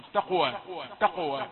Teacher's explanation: تأتي الواو المفتوحة يعني منفصلة عن القلقلة في القاف لا مدغمة فيها